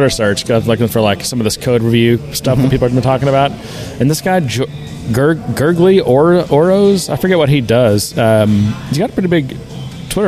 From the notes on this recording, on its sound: we get out of the office and record from our local watering hole, Thirsty Growler